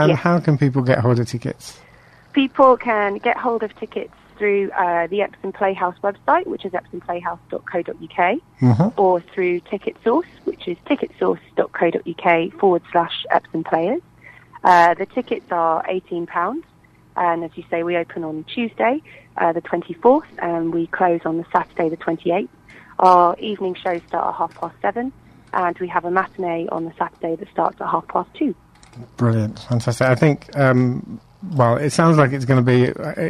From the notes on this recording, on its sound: on the phone